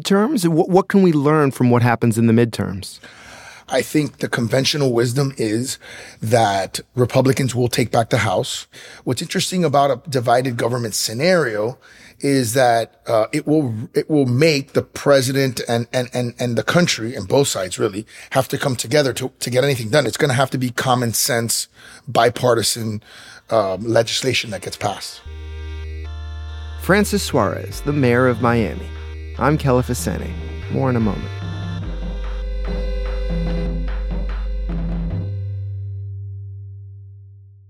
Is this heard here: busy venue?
no